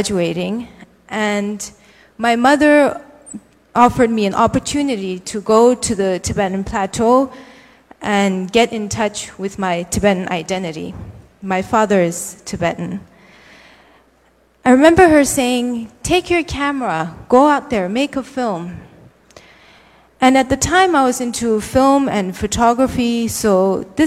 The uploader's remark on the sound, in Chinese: 一席现场